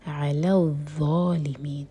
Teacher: ظا کے لیے بھی ہماری زبان اوپر والے دانتوں کو ٹچ کرے گی، پیچھے سے زبان اٹھائیں گے اور منہ بھر کر پڑھیں گے, علی الظالمین، یہاں پر زا کا ساؤنڈ بالکل نہیں آنا